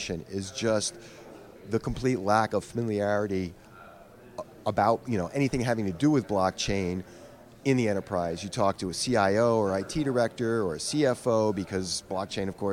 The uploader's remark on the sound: conducted at the Consensus 2023 Conference in Austin